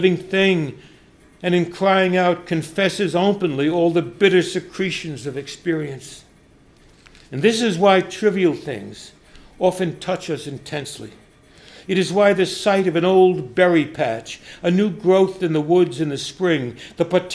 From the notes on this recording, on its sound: delivered this lecture on November 2, 2017 at the University of Chicago